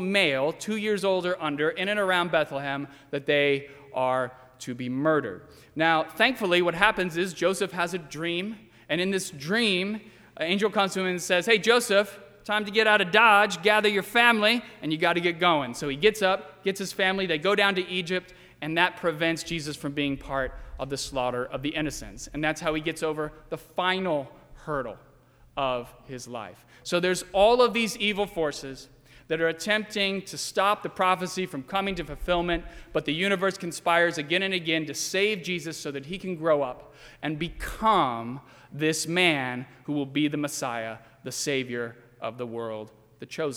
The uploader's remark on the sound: during the 8:00 PM service on Sunday December 24, 2019, at First Presbyterian Church of Arlington Heights, Illinois.